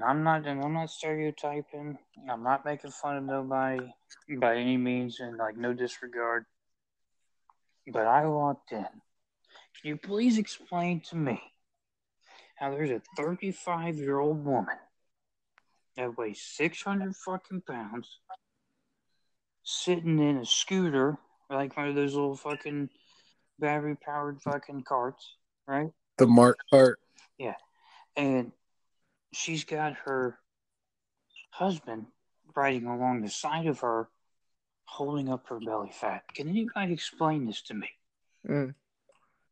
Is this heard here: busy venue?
no